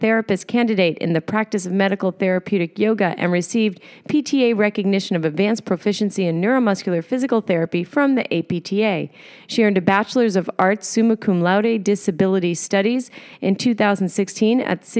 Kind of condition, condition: setting, busy venue